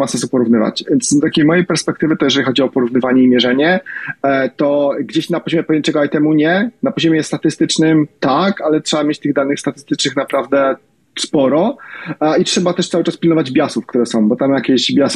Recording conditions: video call